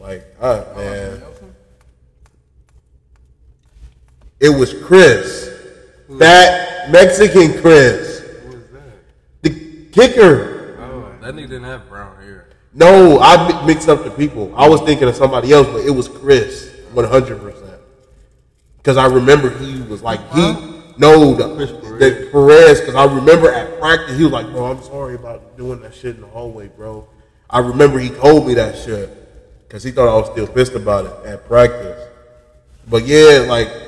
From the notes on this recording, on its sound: Underground tunnel. I apologize for the audio.